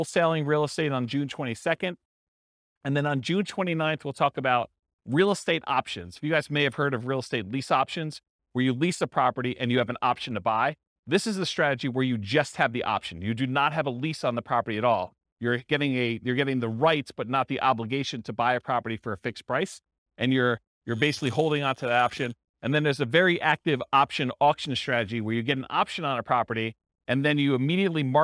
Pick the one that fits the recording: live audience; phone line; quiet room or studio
live audience